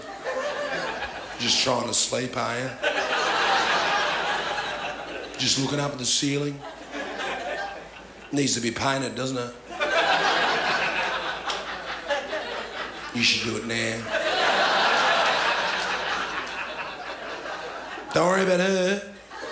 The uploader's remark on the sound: ABC2 Comedy Up Late 2014. The best and biggest performances from the 2014 Melbourne International Comedy Festival's late night club on ABC2's Comedy Up Late.